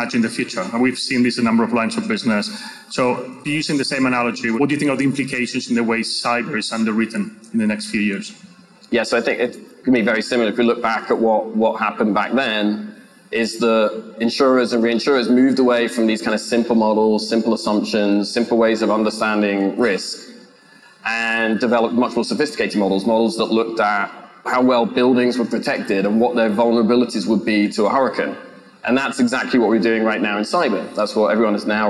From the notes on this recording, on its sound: on a panel at ITC Vegas 2022